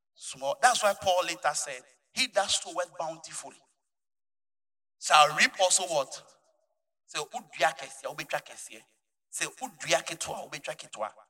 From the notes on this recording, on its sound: Preached at Gospel Salvation Church Akim Oda, Ghana at the Inspiration Morning Service on Sunday 15th March 2020